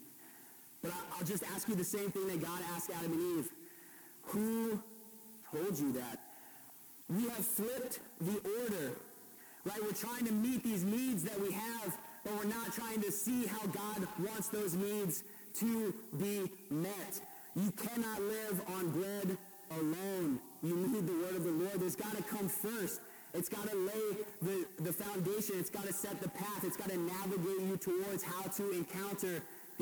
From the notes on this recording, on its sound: we had some issues with the audio recording that we are trying to see if we can make better so, sorry about the quality (or lack thereof) of the sound.